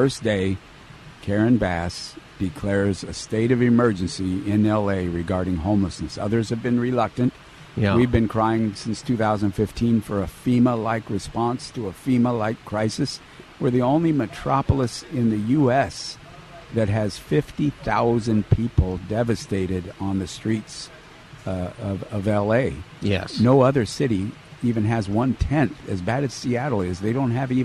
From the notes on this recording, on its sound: Live from the Union Rescue Mission. Frying Turkeys at URM!